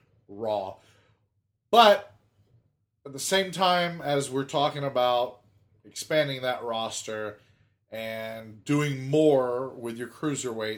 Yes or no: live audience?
no